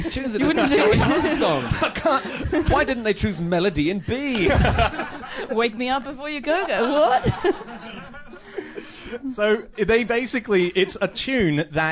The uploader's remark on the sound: In their first ever live podcast recording